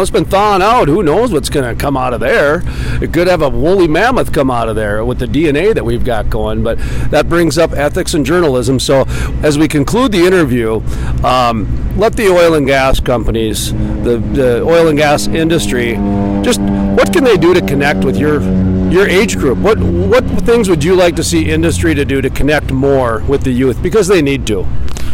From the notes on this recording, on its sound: in front of the Bismarck Civic Center at the Williston Basin Petroleum Conference